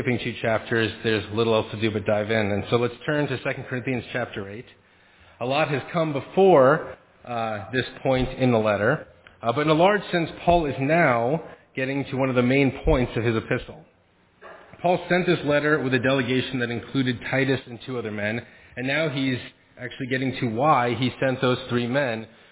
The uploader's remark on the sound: Faith Presbyterian Church – Evening Service